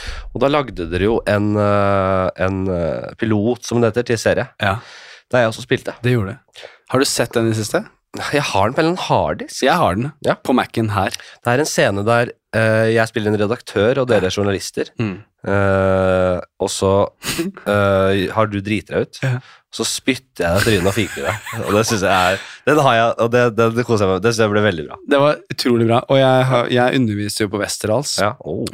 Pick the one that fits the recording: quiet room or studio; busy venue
quiet room or studio